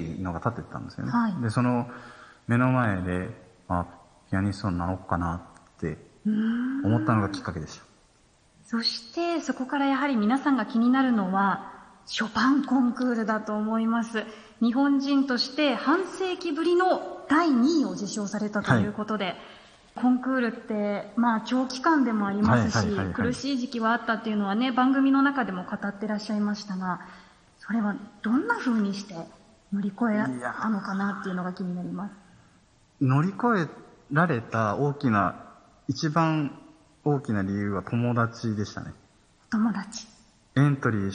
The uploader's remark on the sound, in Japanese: 常翔ホール公開収録。